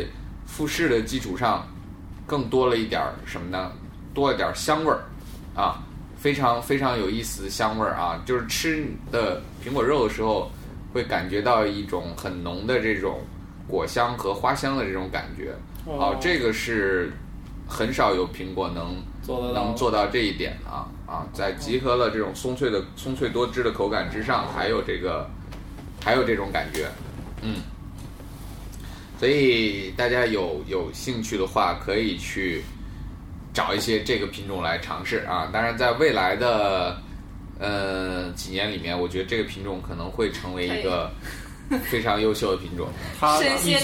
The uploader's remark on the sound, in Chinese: 本期节目为在张大妈办公区用录音笔录制，可能有街道上的杂音，请见谅。